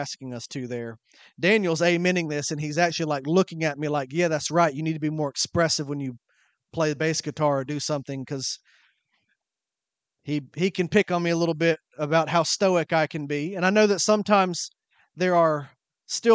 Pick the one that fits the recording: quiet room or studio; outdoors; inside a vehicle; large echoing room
large echoing room